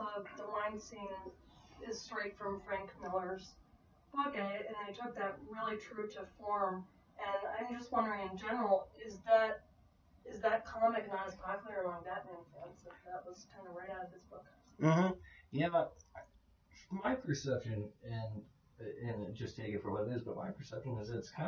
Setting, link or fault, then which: fault, poor sound quality